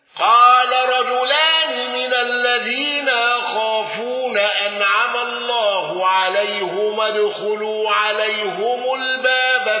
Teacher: حمزة بضم الهاء واندرج معه الكسائي وخلف العاشر